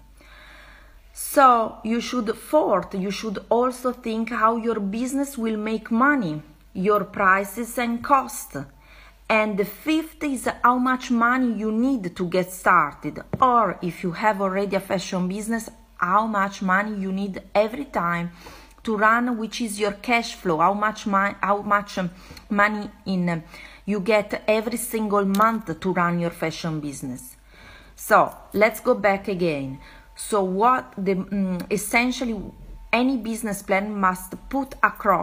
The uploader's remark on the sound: This Episode is recorded from an Instagram Live.